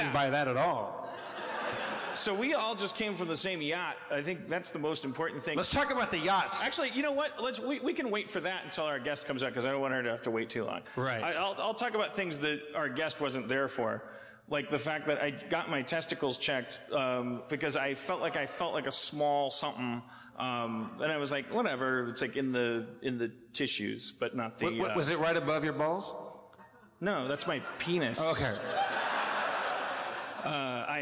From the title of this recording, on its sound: LIVE in San Diego 2016 (During A Comic Book Convention)